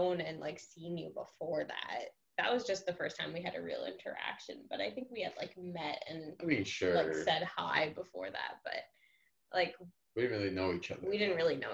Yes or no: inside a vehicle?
no